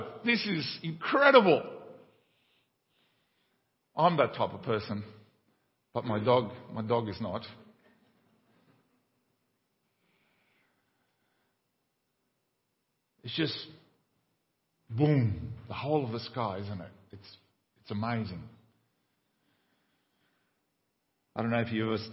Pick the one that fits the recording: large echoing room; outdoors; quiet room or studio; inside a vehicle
large echoing room